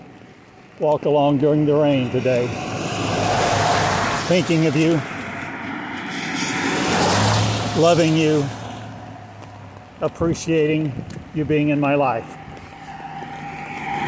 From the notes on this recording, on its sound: Walking along in the rain today. That's not static you hear but rain falling : Recorded as I walked the streets of Eureka Springs September 10, 2020.